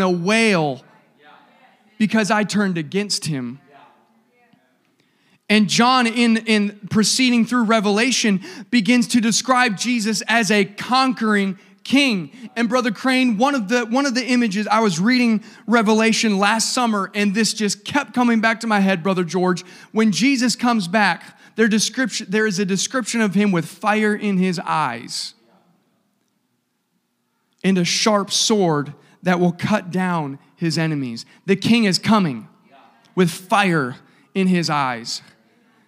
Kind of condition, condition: setting, live audience